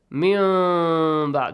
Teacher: The way you do is that you do not let your lips touch. They are trying to touch to pronounce the mim. Mim, but don't let them touch.